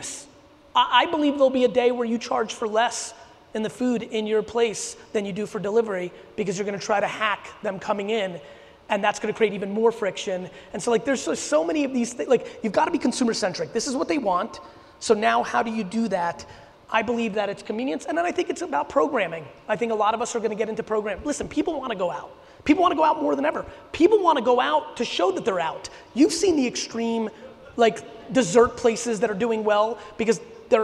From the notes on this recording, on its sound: A huge keynote and Q&A I did in Denver on October 15. A ton of very specific Q&A from the audience where I got real tactical.